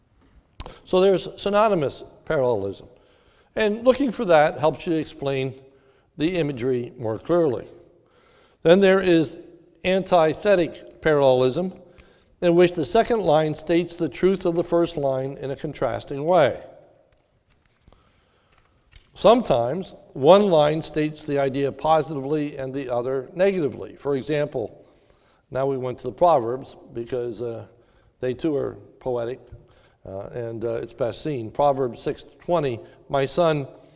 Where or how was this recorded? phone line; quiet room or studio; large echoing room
large echoing room